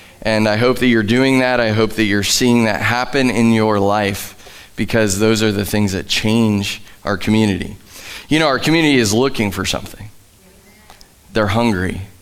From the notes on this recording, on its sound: Live from The Summit Church in Dover, OH.